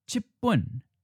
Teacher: Then, as you probably hear, the measure word keeps its original tone, since now it becomes the final syllable of this phrase. So, chipun, chi changes, but bun, the measure word, keeps its original tone.